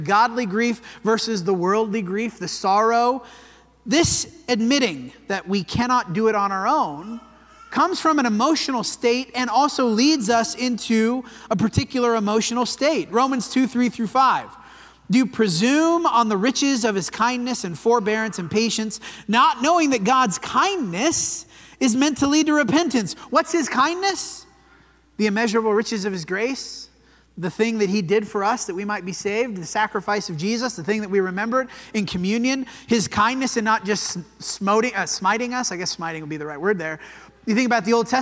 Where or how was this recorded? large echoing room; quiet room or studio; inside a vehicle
large echoing room